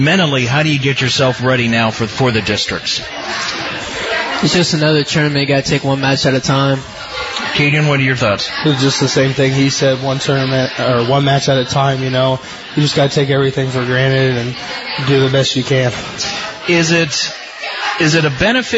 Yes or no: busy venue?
yes